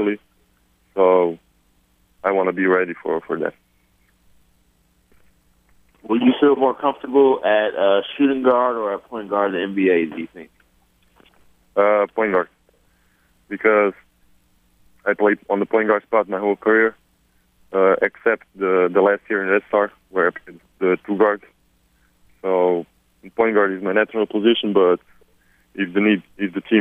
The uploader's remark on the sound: conference call